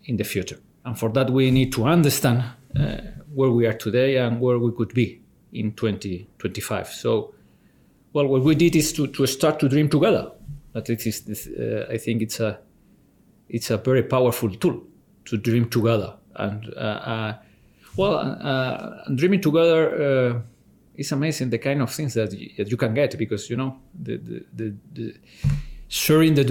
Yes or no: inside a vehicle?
no